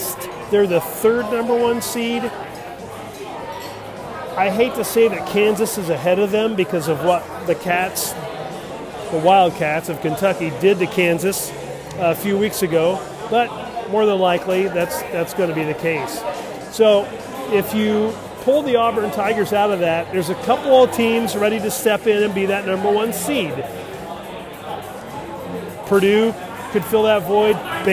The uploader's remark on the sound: On location from Bier.